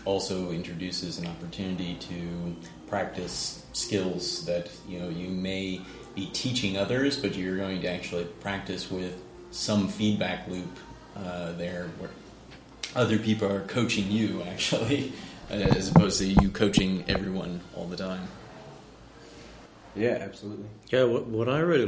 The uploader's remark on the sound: Recorded at the Scrum Coaching Retreat in San Diego